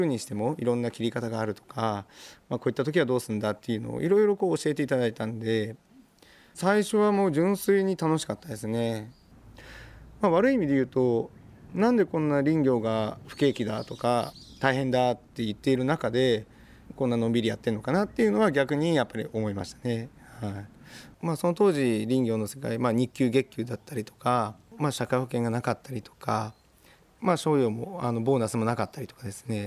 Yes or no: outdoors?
yes